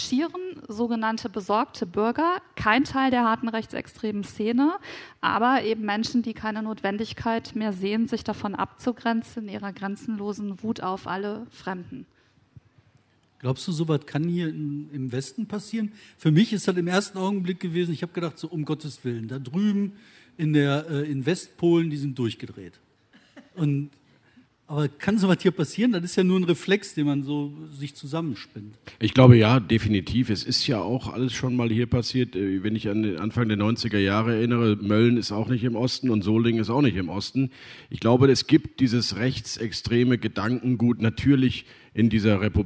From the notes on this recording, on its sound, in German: im RP-Zelt beim Campfire-Festival in Düsseldorf